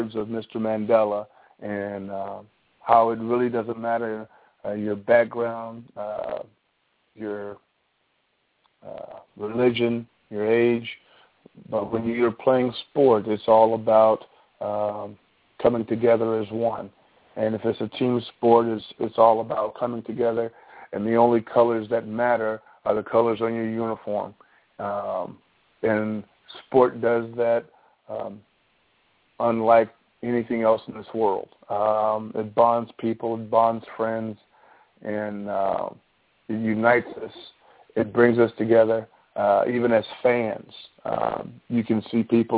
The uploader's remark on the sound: All Call in tonight.